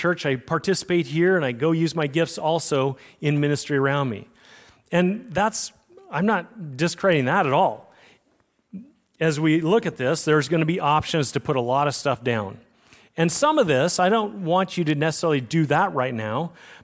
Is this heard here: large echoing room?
yes